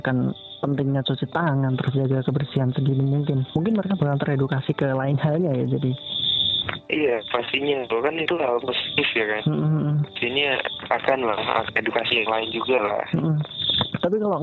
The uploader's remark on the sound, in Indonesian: Podcast ini murni direkam natural langsung melalui telepon.